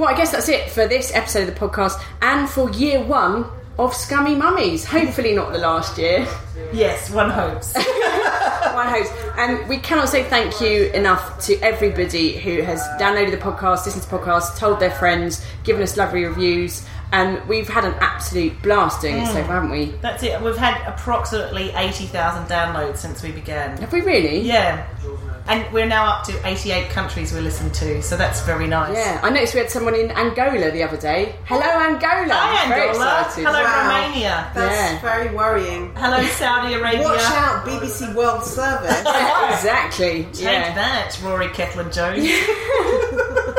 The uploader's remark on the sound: Live from the Latitude festival. Many thanks to the lovely people from the New Statesman who let us record in their backstage area. Sorry the sound quality's not so great - it's festival ambience, innit.